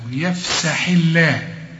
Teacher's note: الحاء هنا مكسورة، مدام مكسورة يبقى لفظ الجلالة هنرققه